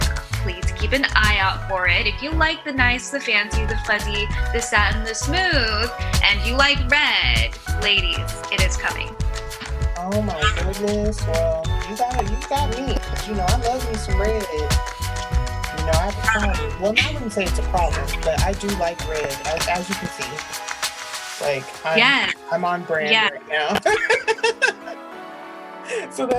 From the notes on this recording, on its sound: Please excuse the microphone pops.